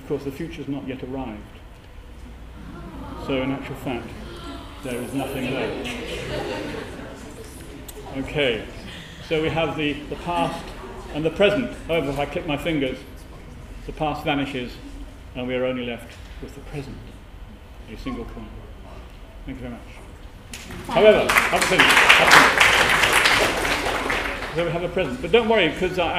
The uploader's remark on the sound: Given at the Cambridge Science Festival 2013 main Saturday.